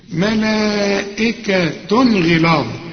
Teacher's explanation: واحدة، ملائكة غلاظ، احنا لما بنلاقي تنوين زي ده وبعده غين، الغين دي من حروف الإظهار يبقى هنا ما فيش غنة، ملائكة غلاظ ما تقولش ملائكة غلاظ، لا الزنة دي لا